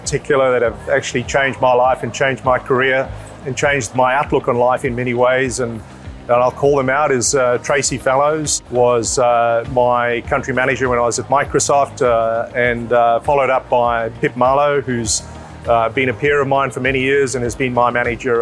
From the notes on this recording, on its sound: The episode was recorded live on-site at Salesforce World Tour Sydney